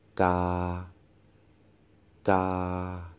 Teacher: See the tones go flat · Term: flat tone